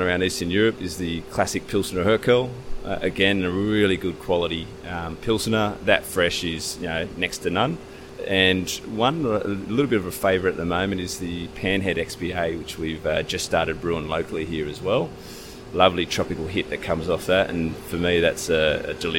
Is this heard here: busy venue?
yes